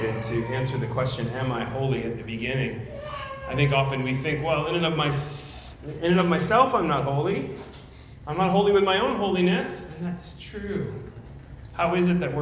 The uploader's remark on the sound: at Immanuel Church of Orange County on November 6, 2022.